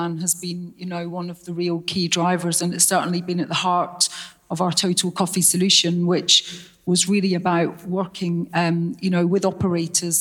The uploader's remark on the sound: Recorded at the European Coffee Symposium last month in Barcelona. The final two interviews from the 5THWAVE Live sessions - recorded at the European Coffee Symposium last month in Barcelona.